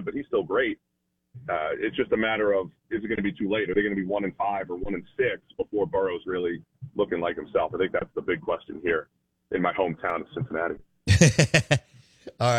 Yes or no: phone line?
yes